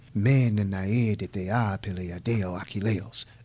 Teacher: The dactylic hexameter, which is the epic rhythm of the ancient Greeks, and you hear it in this. It's a long, short, short, long, short, short, long, short, short. They didn't really have stresses and use stresses in the way we do.